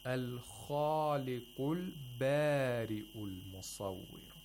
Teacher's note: So we had a kha, which has tafkhim at the highest level. We had a ba with tarqiq.